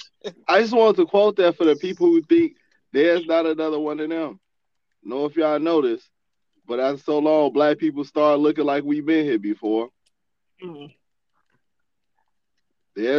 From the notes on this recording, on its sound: we have a normal phone conversation